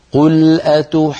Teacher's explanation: قل أتحاجوننا هنا مد لازم كلمة مثقل بمقدار 6 حركات و لابد أن ننتقل من الألف إلى الجيم المشددة بقوة حتى نبين التشديد هكذا قل أتحاجوننا يعني لابد من أن نبين التشديد في الجيم